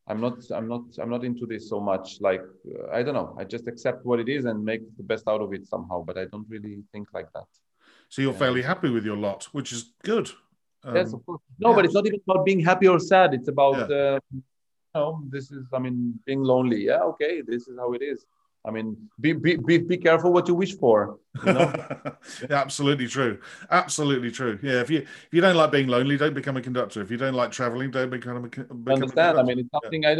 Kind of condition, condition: link, video call